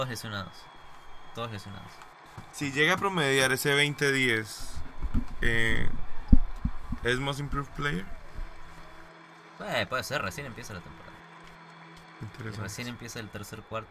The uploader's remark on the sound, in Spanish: Decidimos jugar a la Play mientras grabamos el episodio.